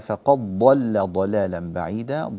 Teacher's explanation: وتعالى فقد ضل ضلالا بعيدا ضل اللام هنا لا تغلظ طبعا وكذلك في ضلالا اللام لا تغلظ بعد الضاد والدال في فقد تدغم في الضاد وينطق بضاد واحدة مشددة فقد